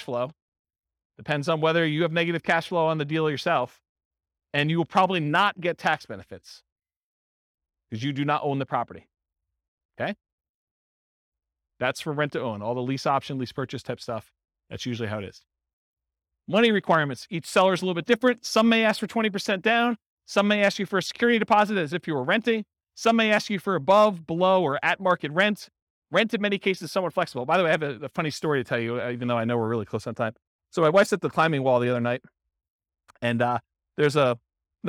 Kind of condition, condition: setting, live audience